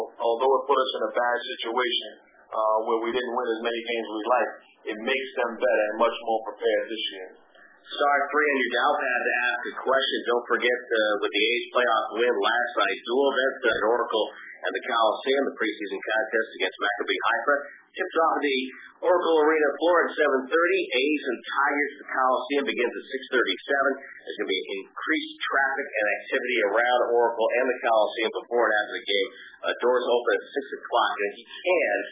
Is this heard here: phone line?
yes